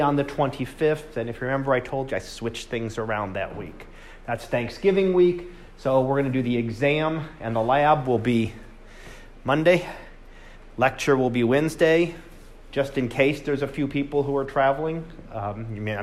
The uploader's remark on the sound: Live Class Lecture